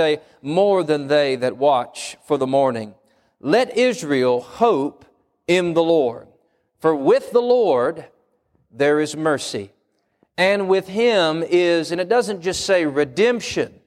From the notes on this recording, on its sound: Wednesday PM Service